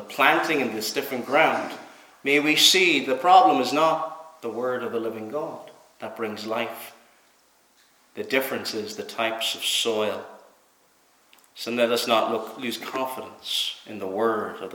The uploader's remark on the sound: Preached at Knock - Point Free Church.